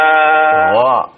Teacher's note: Ucapannya gha bukan kha ya. Karena makhrajnya sama tapi beda dalam sifatnya.